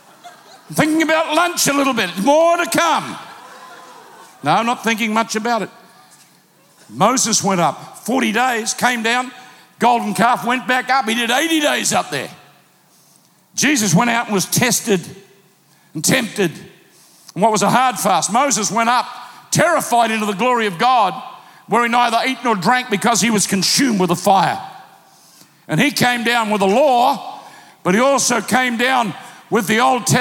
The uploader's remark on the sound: Recorded live at PlanetShakers Church.